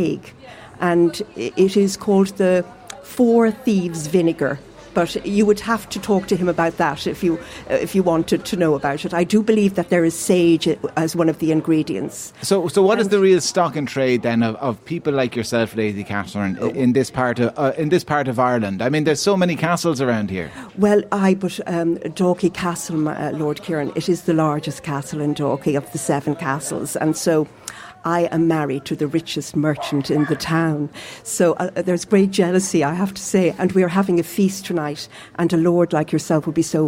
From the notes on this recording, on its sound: LIVE at The Queens bar in Dalkey